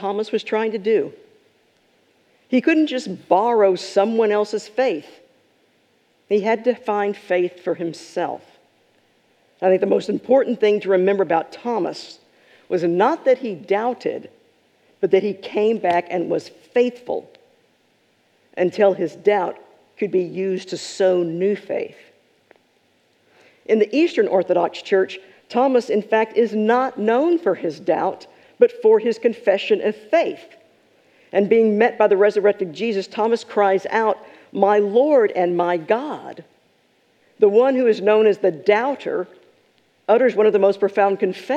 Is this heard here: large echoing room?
yes